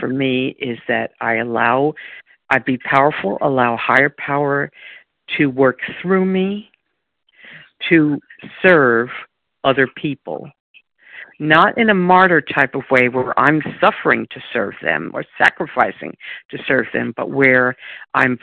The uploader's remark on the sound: from the 100 Pounders Phone Meeting on 12/10/20